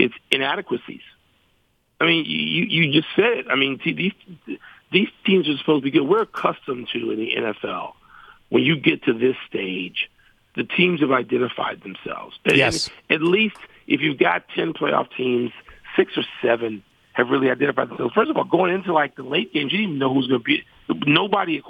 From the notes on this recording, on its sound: calls